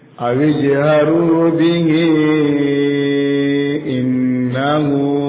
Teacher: Hinya itu ditahan selama 4 harokat